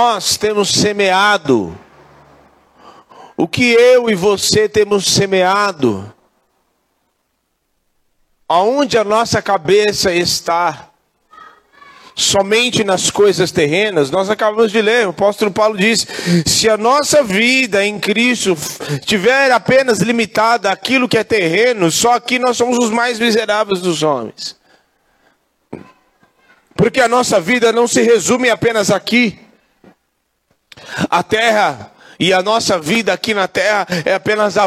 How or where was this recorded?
large echoing room